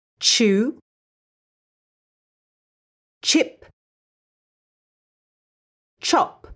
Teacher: You might have noticed that both the sh and ch sounds are unvoiced. This means there'll be no vibrations if you put your hand on your neck when you say them.